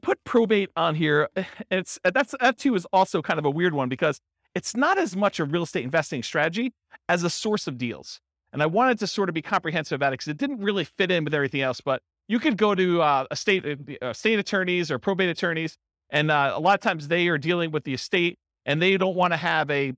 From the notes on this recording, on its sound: This was a live class recorded